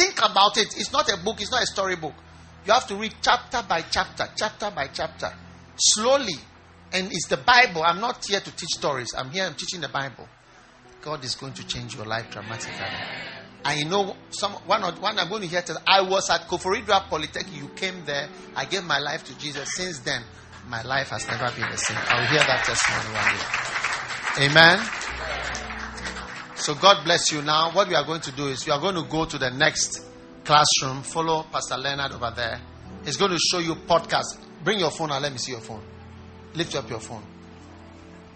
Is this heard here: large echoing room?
yes